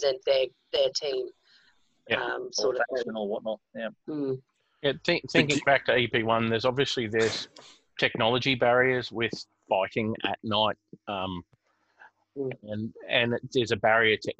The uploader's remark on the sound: zoom chat with 3 phones in questions and an AMA section